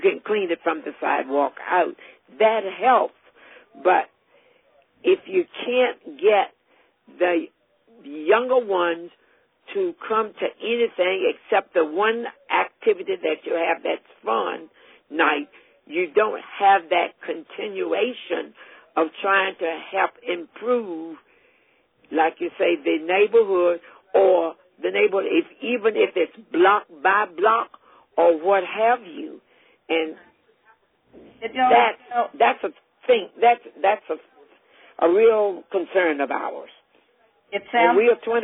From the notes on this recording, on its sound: On this CommunityMatters® conference call